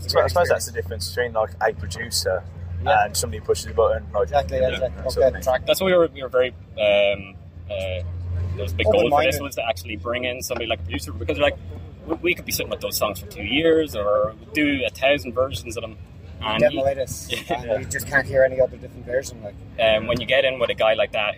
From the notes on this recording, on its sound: at Bloodstock festival!